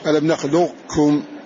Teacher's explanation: والأكثر على إضغام القاف في الكاف كلية كما هو باب الإضغام الكبير هنا.